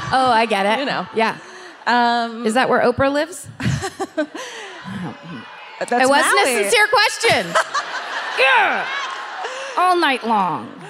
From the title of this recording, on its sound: Live at the Blaisdell Concert Hall in Honolulu